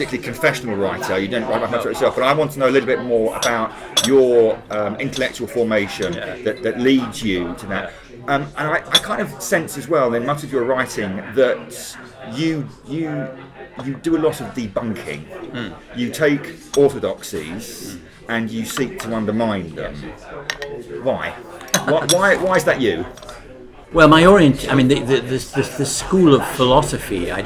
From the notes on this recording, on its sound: The conversation was recorded in a hotel bar in central London, so there is some background noise.